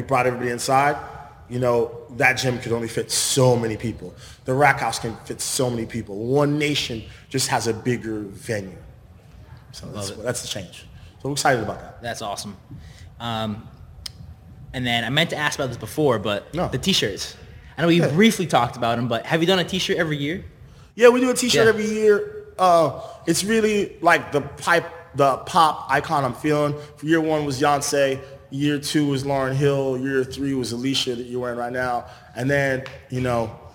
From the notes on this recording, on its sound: The 2023 Invictus Boston Invitational Live Podcast. Out first live in house with a studio audience + live stream podcast. Newport Home & Drone // Lost Art Photography for the Video/ Audio Production, Drone Footage// Post Production.